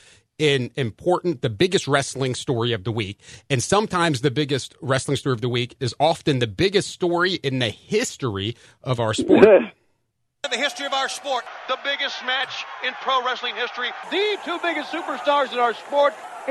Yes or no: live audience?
no